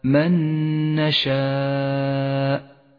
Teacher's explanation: النون الساكنة مع النون المتحركة، ندغم الأولى بالثانية فتصيران نونا واحدة مشددة، ميزت باللون الأخضر لأنها تحتاج إلى غنة زمنها حركة. · Term: إدغاما متماثلا